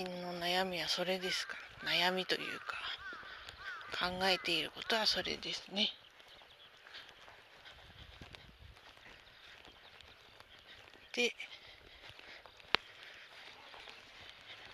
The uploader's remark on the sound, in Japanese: 第３０回 早朝さんぽ収録。朝のさんぽ途中に収録してみました。家のすぐそばの公園で、ベンチに座ってみたり、歩きながら収録してみたり。人が通る度にドキッとします(笑)鳥の声が、聴こえるといいのですが。